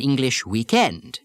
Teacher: the American weekend in the country changes syllable stress and becomes an English weekend in the country